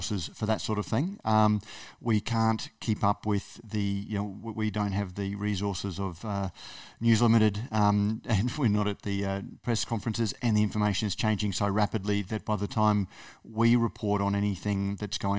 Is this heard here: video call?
no